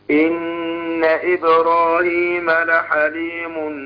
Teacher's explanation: إن الهمزة المكسورة المبدوء بيها تبقى عاملة زي الإي